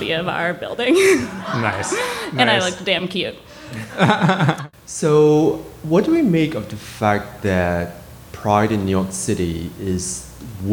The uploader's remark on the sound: Hosted a live show in New York City’s Joe’s Pub.